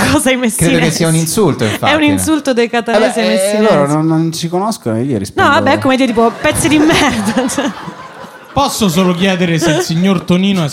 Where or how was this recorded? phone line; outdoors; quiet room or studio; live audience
live audience